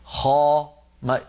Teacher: الخاء والغين والقاف هذه الثلاثة مستعلية ولكن ما فيها إطباق، لما نقول خاء ليس هناك إطباق، لم ينغلق لم يعني ينحصر الصوت بين قبة الحنك واللسان.